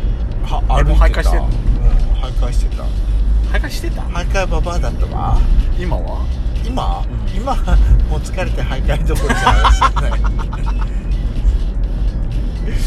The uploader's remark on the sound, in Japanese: ドスドライブ収録。ロードノイズゴメンね。